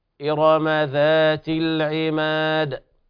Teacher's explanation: الراء حكمها التفخيم لكل القراء، حتى ورش يقرأها مفخمة مستثناة عندهم.